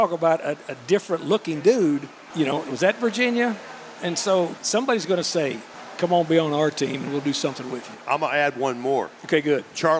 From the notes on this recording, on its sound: LIVE at Martin's Bar-B-Que in Downtown Nashville. As the OTP Live tour stops at Martin's Bar-B-Que in downtown Nashville.